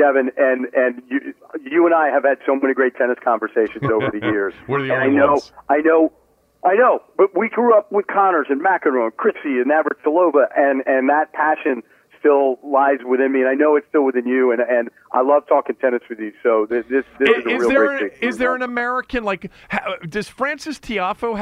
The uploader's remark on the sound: called in from the US Open in New York